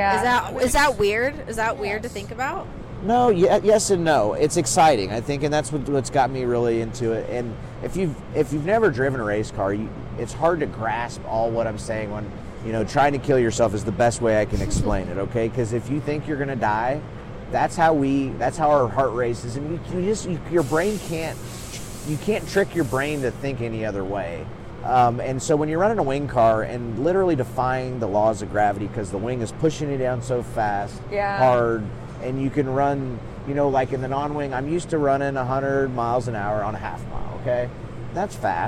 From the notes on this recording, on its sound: live from the Chili Bowl Nationals in Tulsa, Okla.